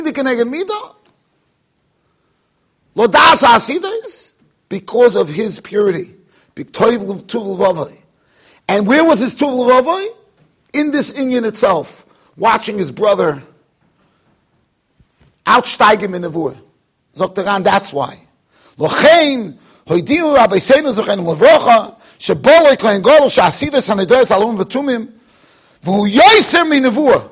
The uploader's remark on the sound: Shiur recorded in Yeshivas Ohr Reuven, Monsey NY.